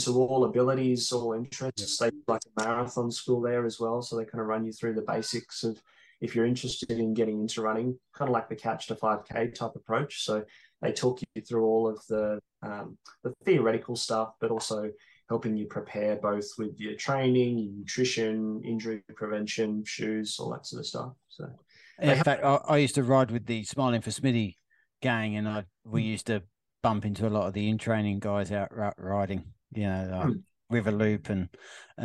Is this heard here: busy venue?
no